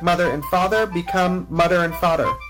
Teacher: In some speakers, the th sound becomes a d sound